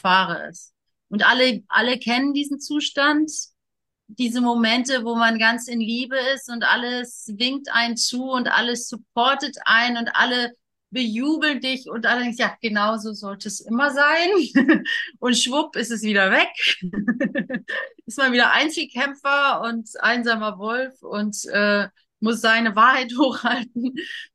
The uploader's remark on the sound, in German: Zoom-Session. Veranstaltet von der Aleph Akademie.